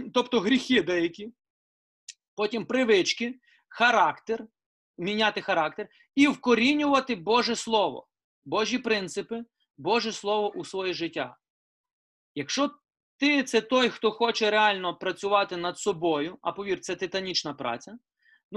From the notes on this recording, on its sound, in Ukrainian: Zoom зустріч.